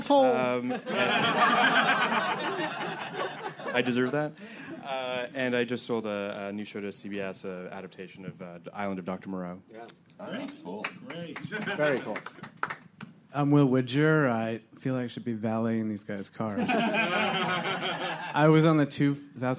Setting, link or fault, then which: setting, live audience